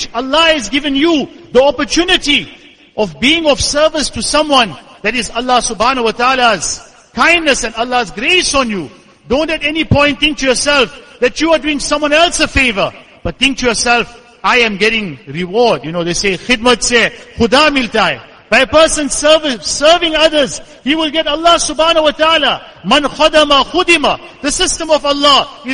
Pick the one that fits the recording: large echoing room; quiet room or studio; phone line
large echoing room